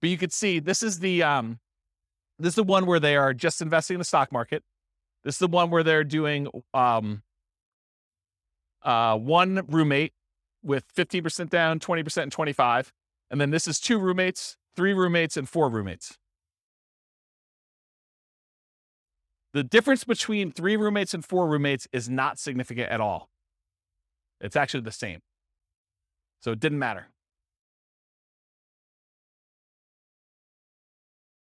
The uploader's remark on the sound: This was a live class recorded